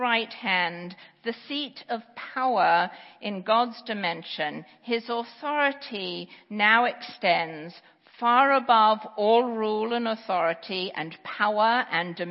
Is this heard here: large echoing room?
yes